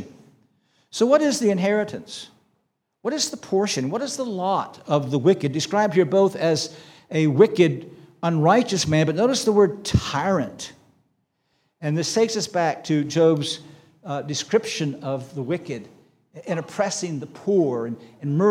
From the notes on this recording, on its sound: This sermon was preached on July 16, 2023 at Antioch Presbyterian Church, a mission work of Calvary Presbytery of the Presbyterian Church in America located in Woodruff, South Carolina.